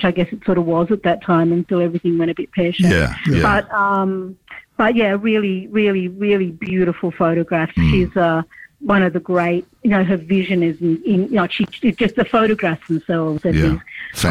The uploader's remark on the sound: Sunday Arts Magazine presents an absorbing phone interview with guest.